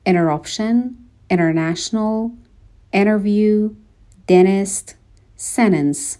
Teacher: در واقع اون T دیگه تلفظ نمیشه